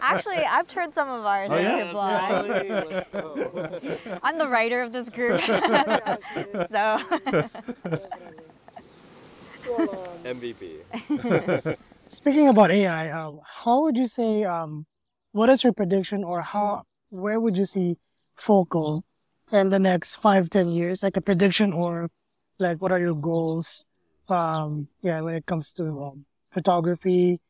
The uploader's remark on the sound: A collection of episodes recorded on the beautiful sunny beaches of Maui.